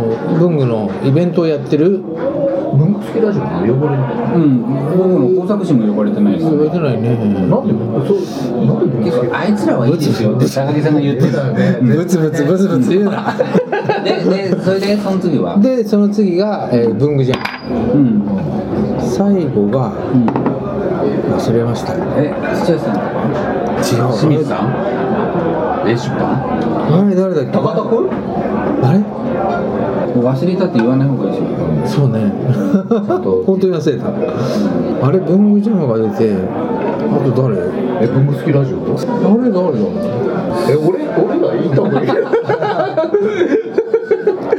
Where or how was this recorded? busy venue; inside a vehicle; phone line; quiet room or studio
busy venue